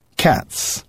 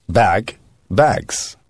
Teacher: Самым распространенным способом образования множественного числа является прибавление к существительному суффикса «s». После глухих согласных он произносится как «s», после звонких как «z»